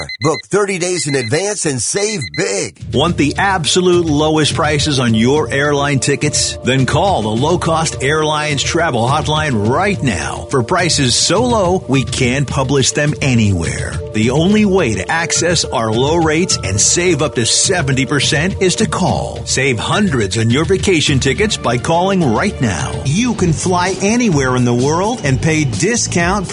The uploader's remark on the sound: Benton, Louisiana listens on 710 KEEL – calling in via the App.